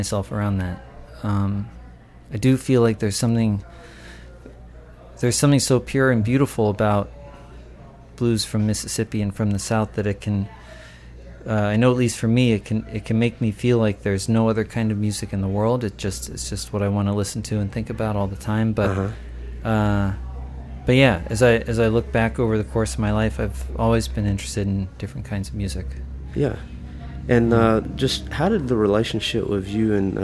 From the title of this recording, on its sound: at the Blue Front Cafe